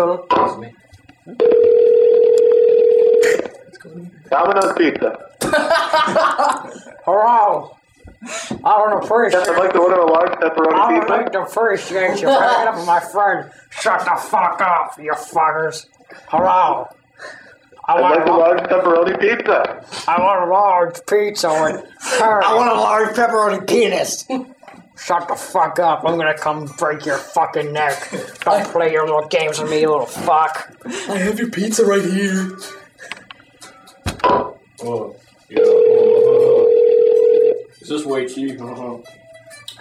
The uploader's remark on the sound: …'s Personal Prank Phone Calls Collection.